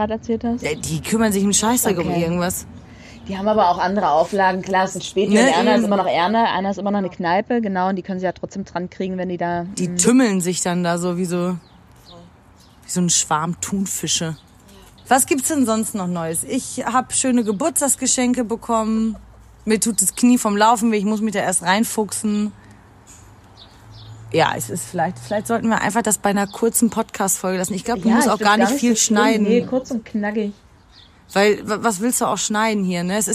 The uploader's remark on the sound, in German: Social Distancing treibt uns raus, raus in die Industrieanlage eines Berliner Bahnhofs, rein in eine spontane Aufnahme unter freiem Himmel.